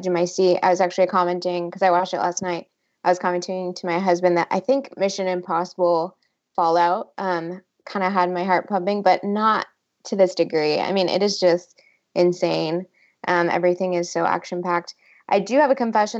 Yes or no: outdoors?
no